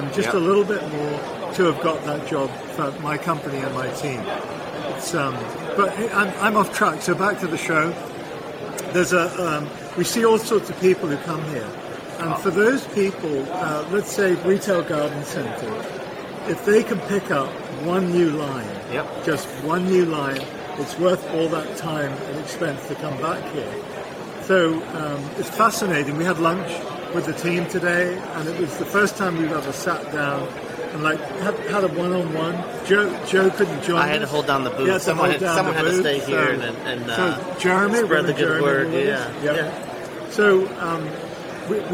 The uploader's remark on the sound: LIVE from MANTS